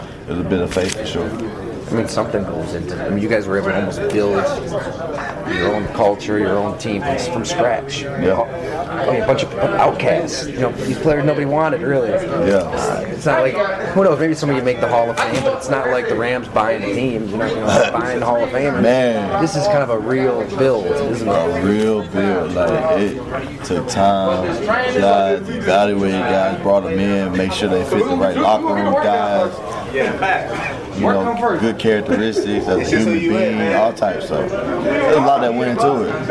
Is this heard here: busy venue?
yes